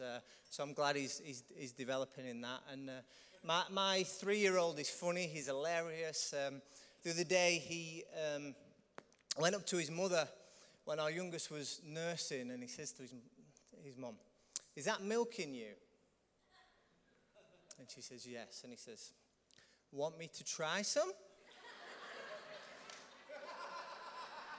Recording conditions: large echoing room